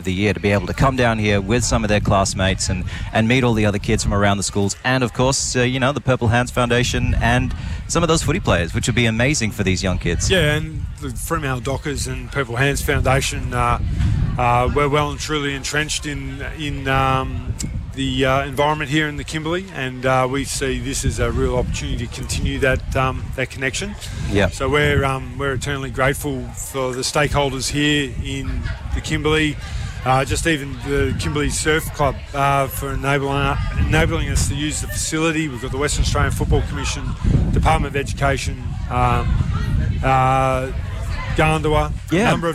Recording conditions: outdoors